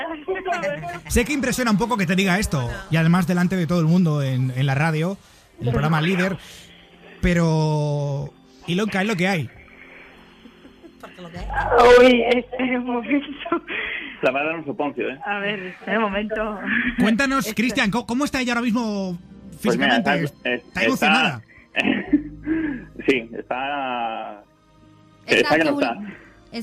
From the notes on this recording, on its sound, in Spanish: Nos llama al programa con un ramo de flores en la mano. Todo ello será en directo.